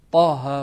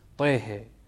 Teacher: طه ولم يكسر يعني ما قرأها بالإمالة · Shown in: first take